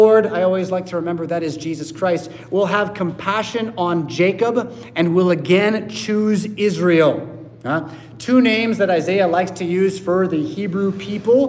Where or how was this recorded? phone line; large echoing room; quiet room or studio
large echoing room